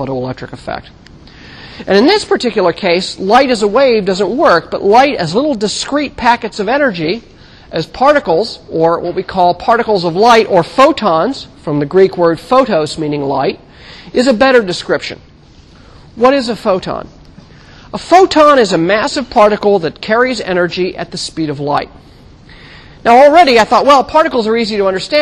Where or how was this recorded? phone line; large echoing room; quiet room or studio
large echoing room